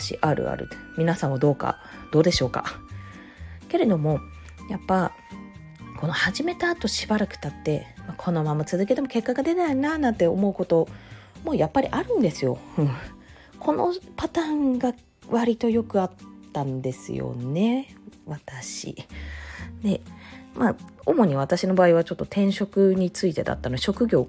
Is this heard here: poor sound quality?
no